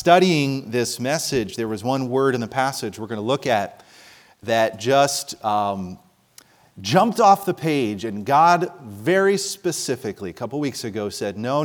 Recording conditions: large echoing room